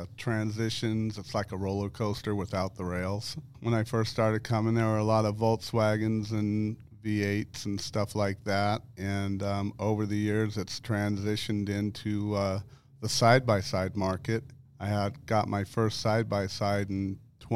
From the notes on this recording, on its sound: It’s all live from Camp RZR. Welcome to Glamis.